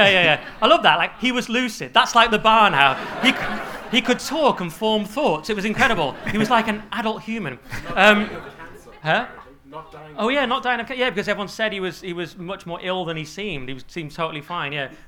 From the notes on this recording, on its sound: Live at the Hippodrome. Live from The Hippodrome in London’s Leicester Square!